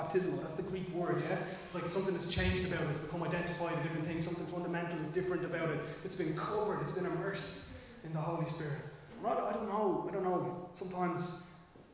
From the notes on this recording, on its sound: Recorded live in Liberty Church on 19 March 2023